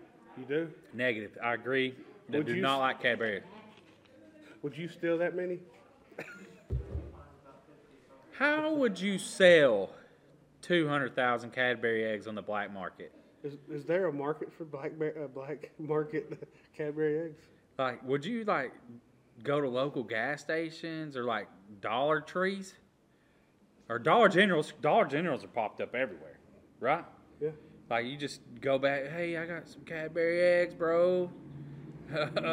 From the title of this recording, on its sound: Live From Con Nooga